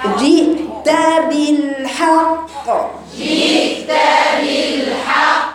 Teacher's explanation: يعني الجيم ما فيهاش تعطيش، والهمز حرف انفجاري يقطع صوته